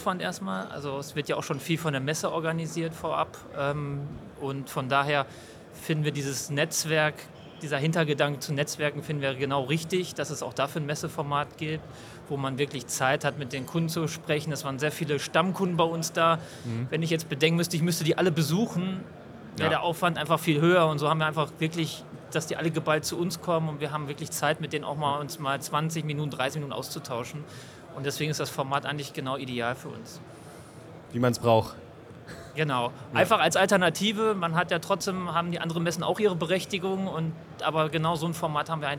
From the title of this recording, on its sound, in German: Community Podcast live von der Leat Con2023